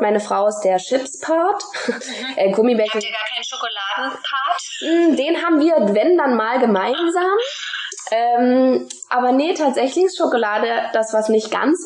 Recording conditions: poor sound quality